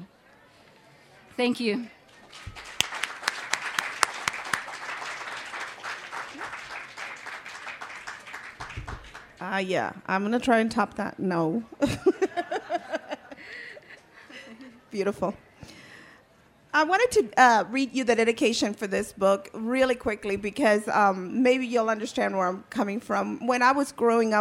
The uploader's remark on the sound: Part 2 of a panel from the 2017 Tucson Festival of Books from the Pima County.